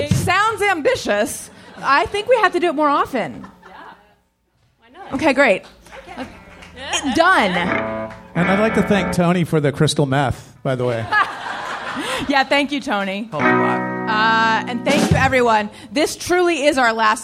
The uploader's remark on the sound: Live from Sketchfest! Recorded live at the Gateway Theatre in San Francisco on January 26, 2020.